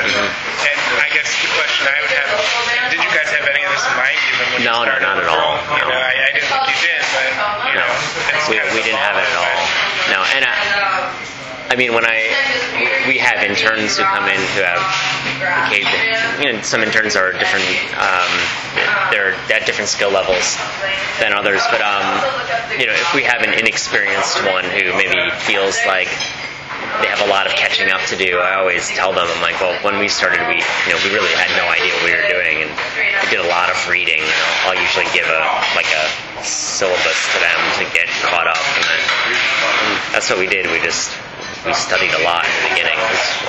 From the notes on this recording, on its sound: I apologize for the background noise on this one as we recorded it in the busy front room of Lula cafe.